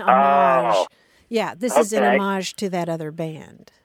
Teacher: You would accent the second syllable if you're talking about the thing itself that you're doing, the tribute itself.